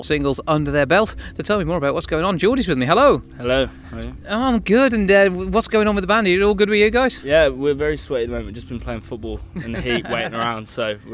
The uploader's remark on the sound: Recorded at Molineux and the Brewood Music Festival.